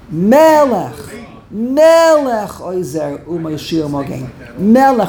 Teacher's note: When there are two segols, it's the emphasis is on the first segol, which is called mila'el. Mila'el means on the first syllable.